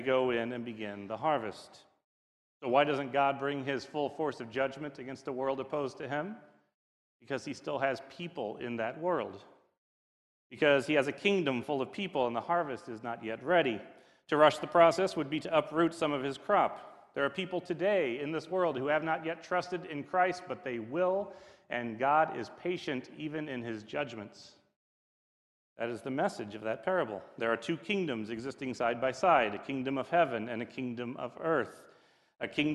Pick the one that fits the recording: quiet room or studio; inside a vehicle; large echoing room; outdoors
large echoing room